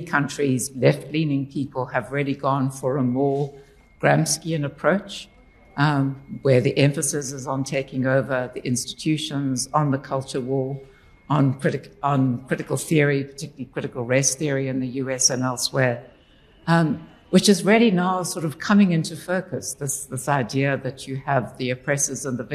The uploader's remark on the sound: This is a recording of the inaugural book launch hosted at Exclusive Books in Cape Town on 19 July 2023.